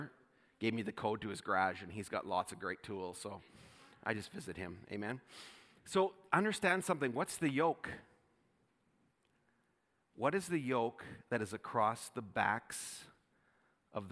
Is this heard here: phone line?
no